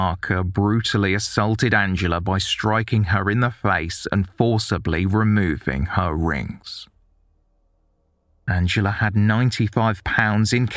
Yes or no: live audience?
no